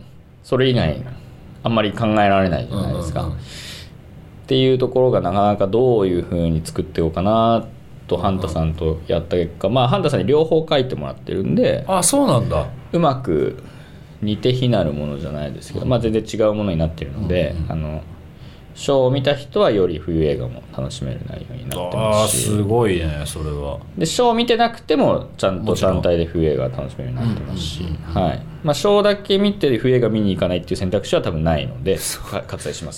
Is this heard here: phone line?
no